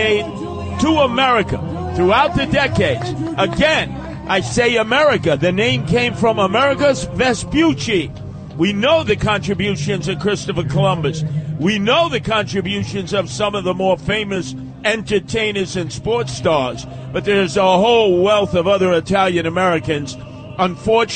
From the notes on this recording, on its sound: Live from the Columbus Day Parade. Reports live from New York City's annual Christopher Columbus Day Parade.